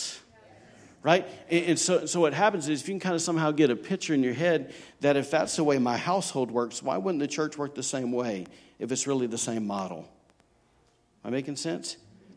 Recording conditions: large echoing room